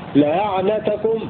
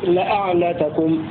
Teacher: روى أحمد البزي بتسهيل الهمزة في لفظ ولو شاء الله لأعنتكم · Shown in: first take · فله خلاف تسهيل وتحقيق هكذا لأعنتكم هذا تسهيل ولو التحقيق لأعنتكم، فقرأ الباقون بالتحقيق قولا واحدا إلا حمزة عند الوقف فله كذلك التسهيل والتحقيق لأن الهمزة متوسطة بزائد لحمزة عند الوقف.